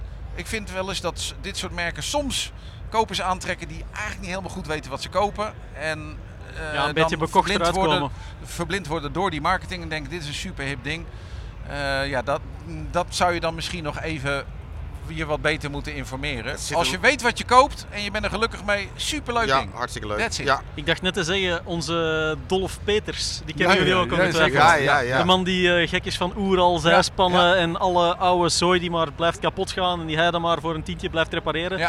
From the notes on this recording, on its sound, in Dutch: Motorbeurs Utrecht Special! Live opgenomen op Motorbeurs Utrecht 2024.